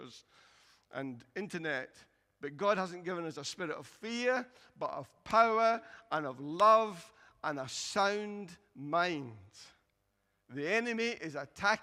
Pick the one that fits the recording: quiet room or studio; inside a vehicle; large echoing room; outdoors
large echoing room